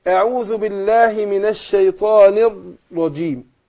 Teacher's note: الجيم بتخرج من وسط اللسان